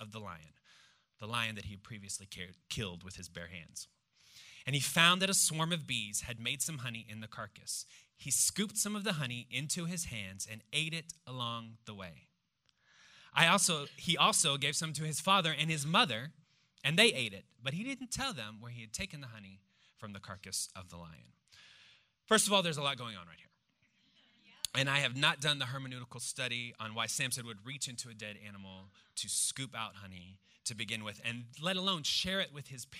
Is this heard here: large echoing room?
yes